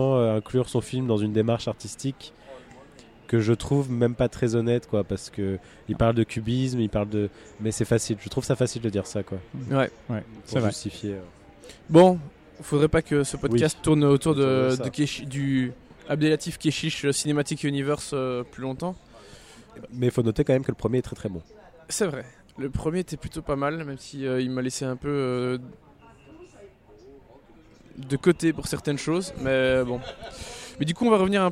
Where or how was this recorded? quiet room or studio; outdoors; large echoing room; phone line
outdoors